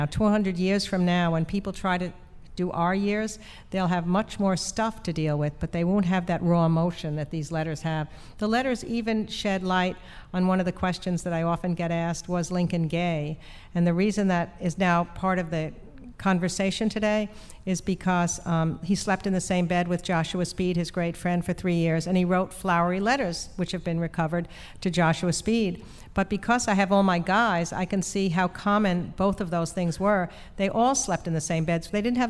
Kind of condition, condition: setting, live audience